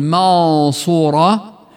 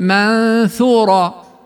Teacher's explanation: فجاءت الغنة هنا مفخمة لمجيء حرف الصاد المفخم بعدها · Shown in: first take